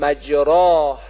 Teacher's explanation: تفخیم میشه، درش باید ادا بشه. صدای کشیده آیی هم که بعدش میاد تبعیت از تفخیم را میکنه، لذا اون هم باید درشت خوانده بشه